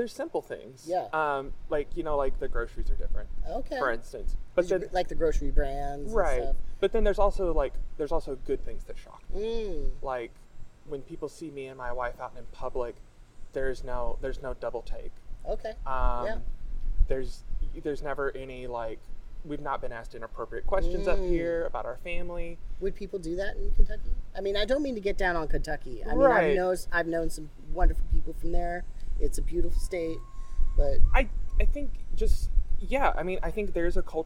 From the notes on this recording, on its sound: We filmed this interview outdoors, so there is some ambient noise, although I did try using a noise reduction filter.